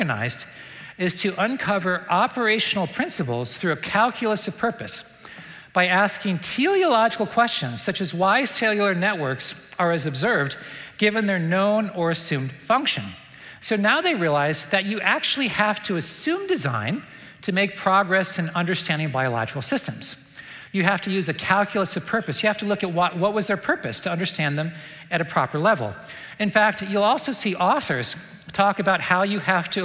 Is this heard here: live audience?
yes